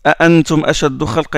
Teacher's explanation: Il les prononce toutes les deux, les hamza. · Term: tahqiq